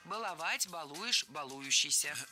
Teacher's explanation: В этом причастии, как и в глаголе, от которого оно образовано, ударение не ставим на корень.